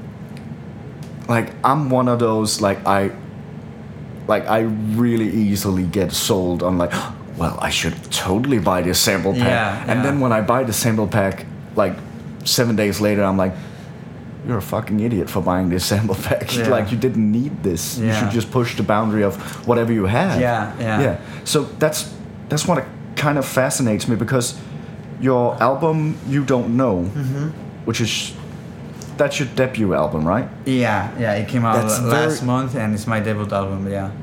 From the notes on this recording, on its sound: This episode was recorded at Box 54 which is the cocktail bar right next to Culture Box, which is why the audio may be a little "worse" than normal.